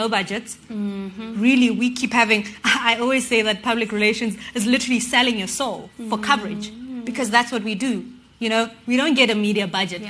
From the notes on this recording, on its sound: Recorded in front of a live audience for our Season Two launch.